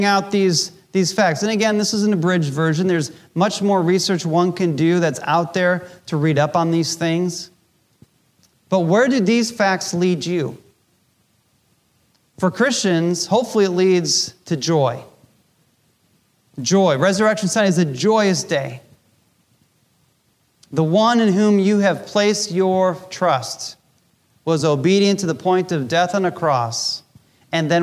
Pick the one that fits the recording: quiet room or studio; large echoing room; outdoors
large echoing room